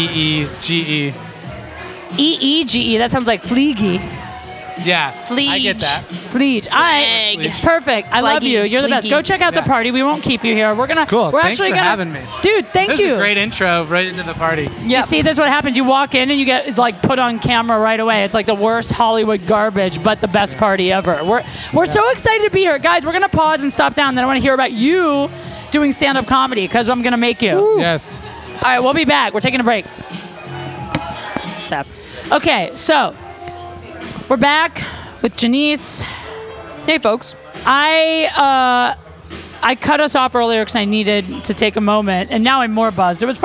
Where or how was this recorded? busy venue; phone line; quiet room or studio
busy venue